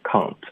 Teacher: ang 不太对，可以用一个前鼻音 can't